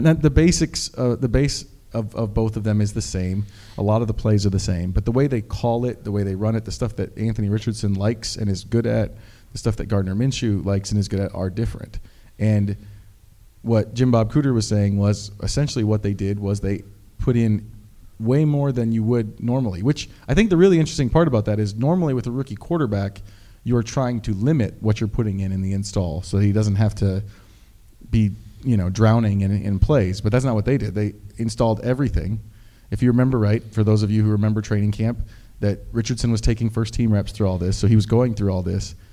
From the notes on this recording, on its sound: In front of a live audience during Inside IndyStar event.